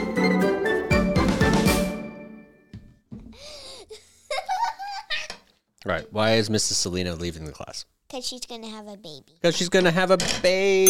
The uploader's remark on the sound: This episode comes with a misophonia warning, we recorded during our dinner.